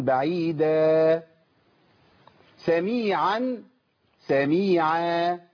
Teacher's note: الفتحتين دول على طول احط مكانهم الف اذا وقفت، يعني الكلمة اصلا بعيد دن، والنون عندي هنا صح اللي هو التنوين، يعني الحرف اللي ليه محرك بفتح، فبقى التنوين عندي بالايه؟ · Term: الف العوض